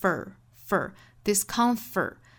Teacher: discomfort 后面的 f-o-r-t 美音会卷舌